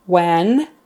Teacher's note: sometimes people will say this when with an e as in bed, when, bed, said, spelled differently again.